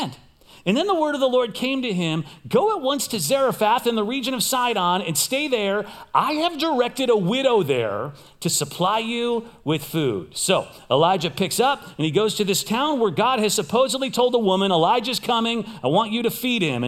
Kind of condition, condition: setting, large echoing room